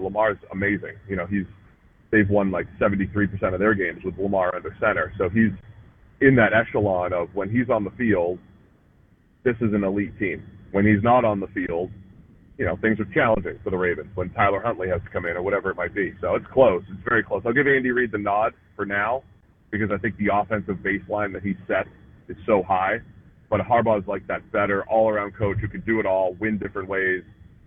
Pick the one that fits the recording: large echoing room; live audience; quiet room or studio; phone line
phone line